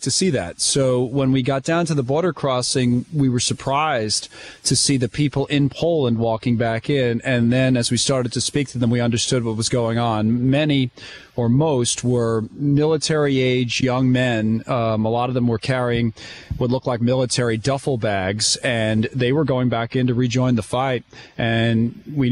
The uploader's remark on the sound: outside a refugee camp in Przemysl, Poland